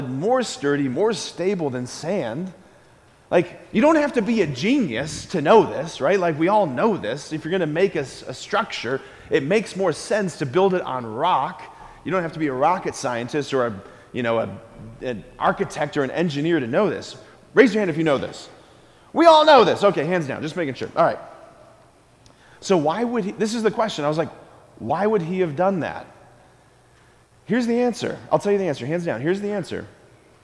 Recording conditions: large echoing room